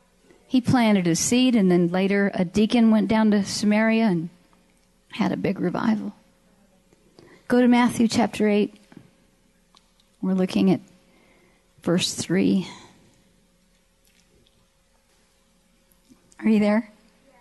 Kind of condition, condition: setting, large echoing room